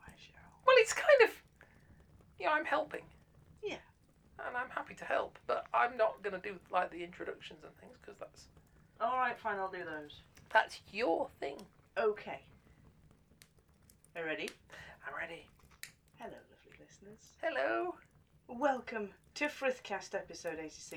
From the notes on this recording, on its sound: Background fire ambience by inchadney from freesound.